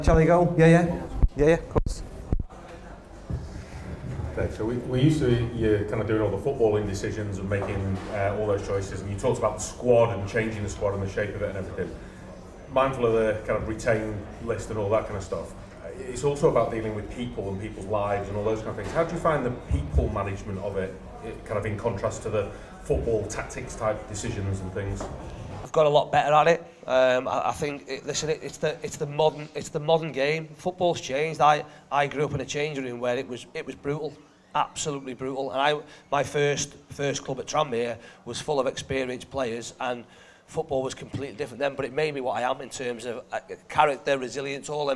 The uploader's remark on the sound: a live podcast, held at The Kings Tap in Cheadle Hulme